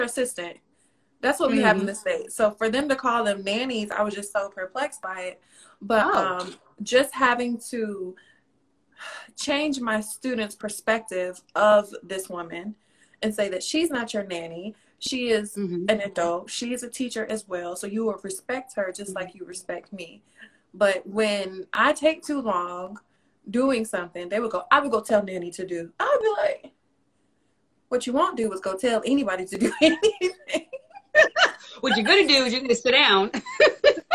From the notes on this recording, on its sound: a special Instagram Live #WFH edition